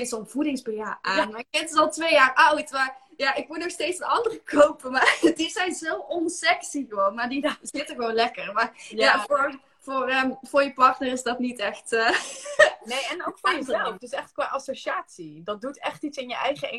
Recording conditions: video call